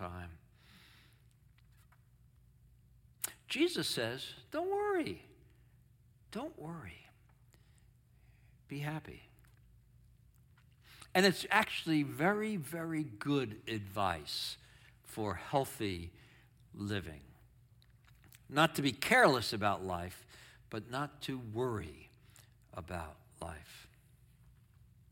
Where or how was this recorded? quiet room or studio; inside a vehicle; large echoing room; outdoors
large echoing room